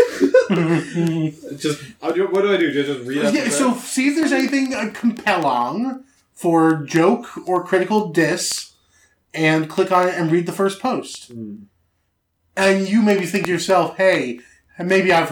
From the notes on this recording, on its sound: what if we recorded the whole episode in person and still managed to make it sound like shit